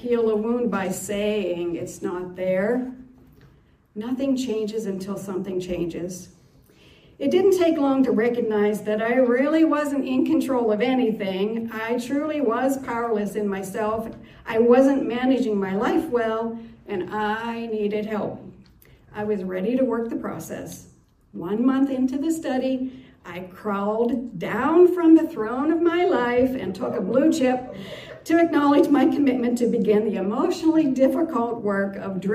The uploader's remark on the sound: This is a recording of my codependency testimony, delivered at a Monday night meeting at Celebrate Life in Clymer, Pa.